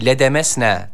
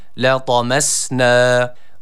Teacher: Evet, لَطَمَسْنَا kelimesinde dikkat etmemiz gereken birinci husus, T harfi burada üstün bir hareke almış, kalın bir harf olduğu için A sesi veriyoruz. · Shown in: second take · Yani لَدَمَسْنَا değil de لَطَمَسْنَا وَلَوْ نَشَاءُ لَطَمَسْنَا ve nunu bir elif miktarı uzatıyoruz.